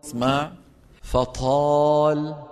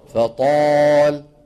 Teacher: الطاء من جملة الأخطاء في نطقها همسها · Shown in: first take